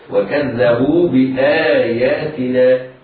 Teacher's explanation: الهمزة بعدها حرف مد فهو مد بدل، وحكمه عند حفص القصر بمقدار حركتين